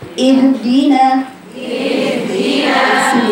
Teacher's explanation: الخفاء في الهاء ان انا ما بحددش مخرجها وانها حرف صفاته كلها ضعيفه بتضيع من الهاء.